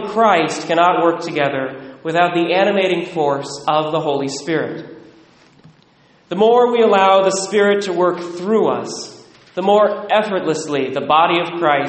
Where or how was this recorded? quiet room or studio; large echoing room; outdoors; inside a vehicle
large echoing room